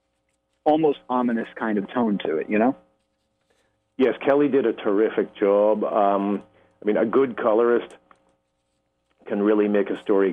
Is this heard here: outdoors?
no